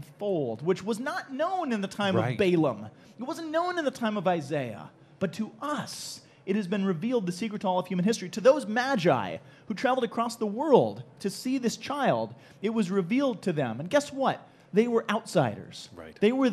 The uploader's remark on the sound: Live from SEEK 2019